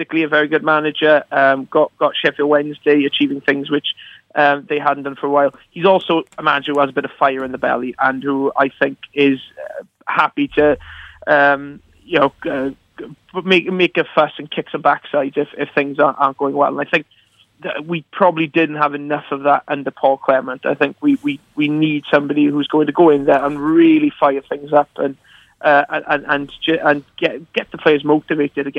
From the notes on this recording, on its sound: On today's Friday show we were joined on the phone.